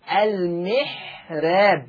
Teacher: الراء مرققة لورش عن نافع، يعني يقراها ورش المحراب.